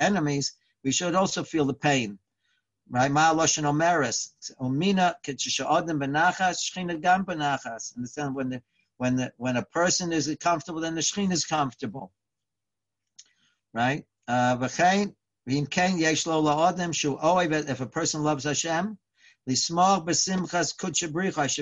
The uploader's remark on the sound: Live On Zoom